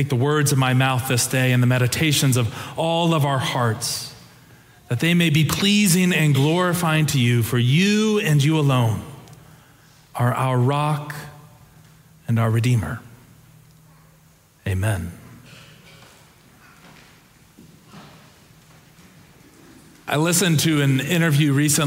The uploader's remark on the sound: Preached on Easter Sunday (April 9, 2023), for our Sanctuary and MorningSong Worship Services.